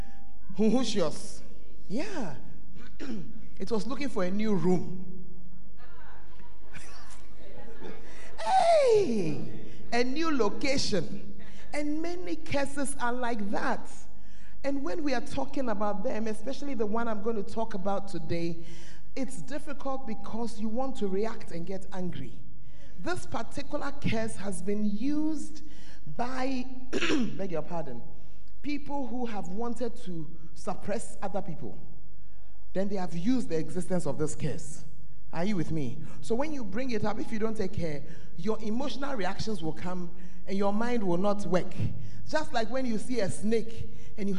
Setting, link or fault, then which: setting, large echoing room